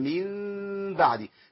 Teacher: ثم اتخذتم العجل من بعدي، من نون ساكنة، بعدي أي نون تقابلني ساكنة، جي بعديها ميم أي تنوين، جي بعدي ميم هعمل حاجة اسمها إيه؟ إقلاب، بشيل النون دي خالص وحط مكانها ميم واخف الميم دي في الباء